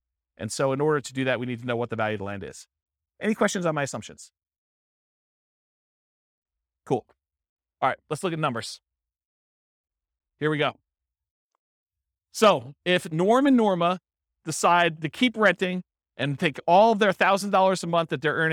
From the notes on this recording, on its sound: This was a live class recorded